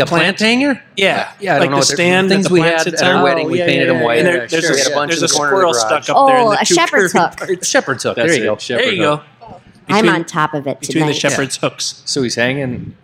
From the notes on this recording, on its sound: Live from the RTB Ball Room. Are in town for a farm show so we took the opportunity to throw a party at Round the Bend Steakhouse and record a live episode!